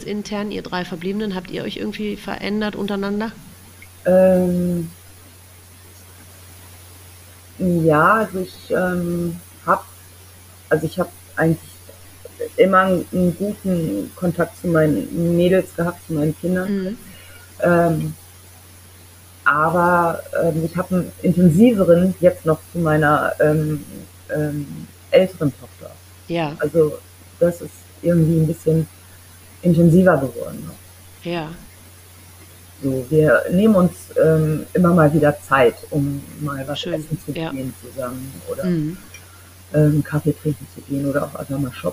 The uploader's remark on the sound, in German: Ich bitte, die mindere Tonqualität zu entschuldigen.